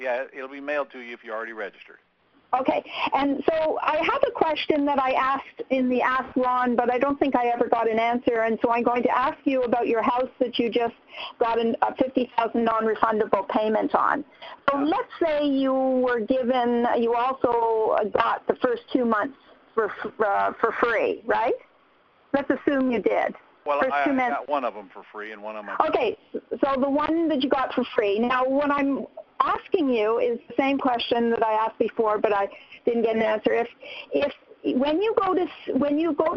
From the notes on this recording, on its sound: 11-10-2014 Q&A Call